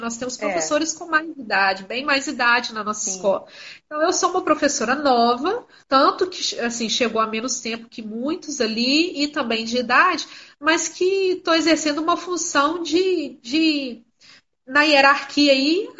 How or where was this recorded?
video call